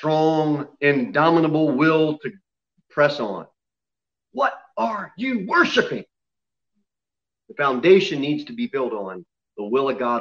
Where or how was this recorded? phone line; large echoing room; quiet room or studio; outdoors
large echoing room